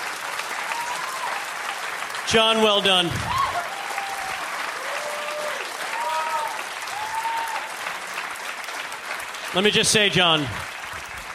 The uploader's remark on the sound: Recorded live at Largo at the Coronet in Los Angeles, California on July 14th, 2013.